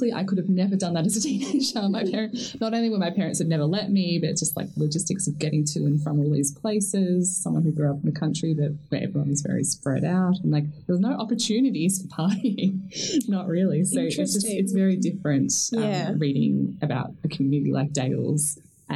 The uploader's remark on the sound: Apologies for the audio issues in this episode. We were contending with new equipment and not everything went according to plan!